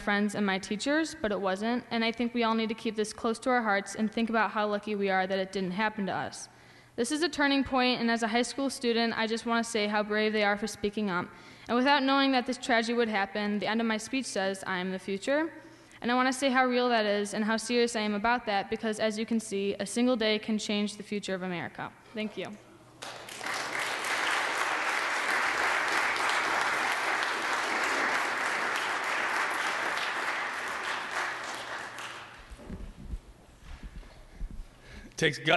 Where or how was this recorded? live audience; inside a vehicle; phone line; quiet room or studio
live audience